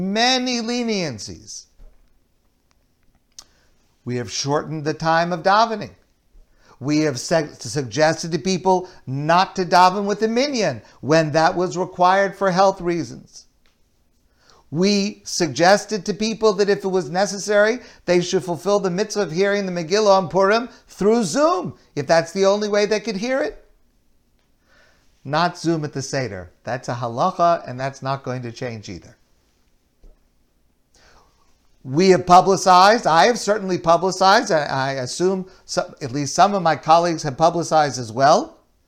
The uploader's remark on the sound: Delivered at Kollel Torah Mitzion